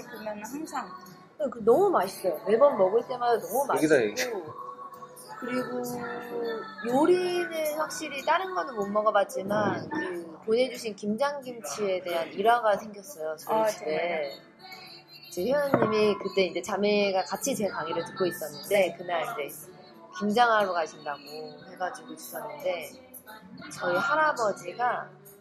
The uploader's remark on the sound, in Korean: 카페녹음. 카페 소음이 있습니다.